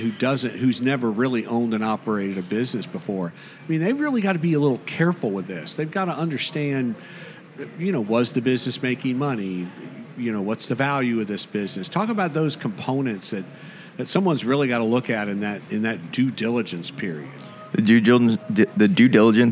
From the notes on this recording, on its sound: Recorded live at this year’s FLAGGL Small Business Lender’s Conference hosted at The JW Marriott Orlando, Grande Lakes